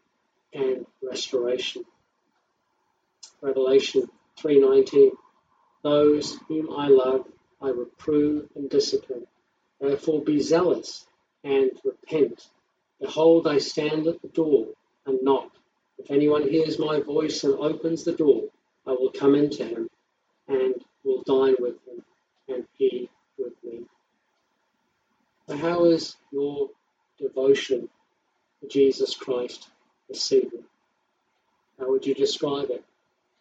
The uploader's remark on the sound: Service live streamed from home during lockdown. Audio recorded from livestream - quality not as good as normal.